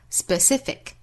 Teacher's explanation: sp 这是第一个音节，后面 c 这个音节重读